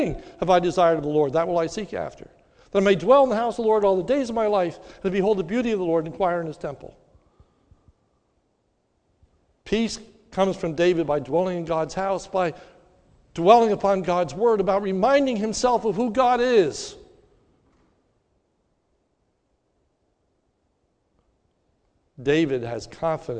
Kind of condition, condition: setting, large echoing room